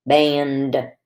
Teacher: The n and the d come together, band, nd, band. Be sure you don't say duh, it's just a quick d · Term: ending blend